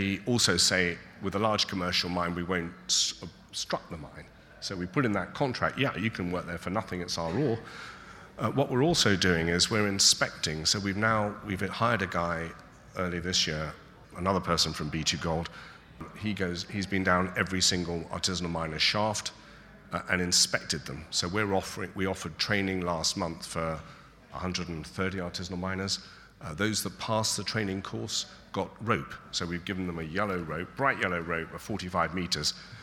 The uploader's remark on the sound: Highlights from the Canadian Mining Symposium in London. A panel session.